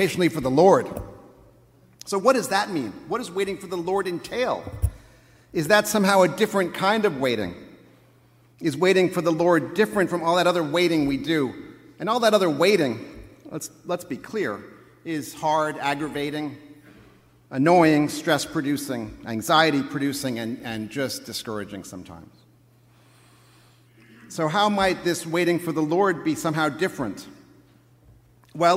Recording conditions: large echoing room